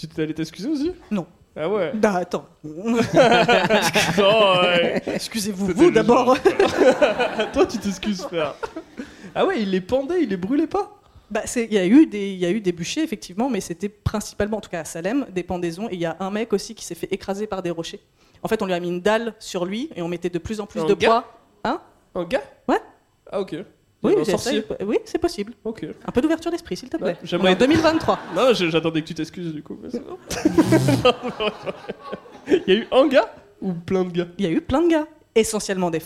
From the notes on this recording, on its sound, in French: En public.